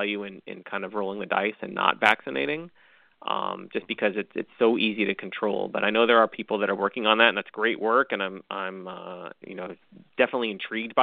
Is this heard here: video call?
no